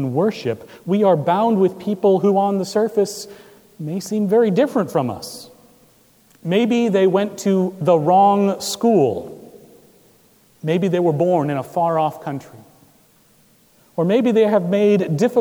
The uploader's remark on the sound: Recorded July 23, 2017 at Trinity Presbyterian Church in Bixby, Oklahoma.